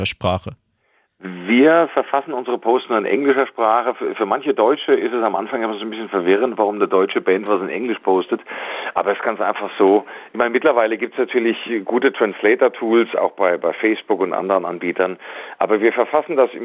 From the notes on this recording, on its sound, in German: Die GIGparade ist das Live-Konzert Magazin von Radio Darmstadt für die regionale Musik- und Kultur-Szene Darmstadts. Für aktuelle Infos rund um die GIGs werden die Musiker und Künstler per Telefon direkt in die Sendung zum (Live-)Interview hinzu geschaltet.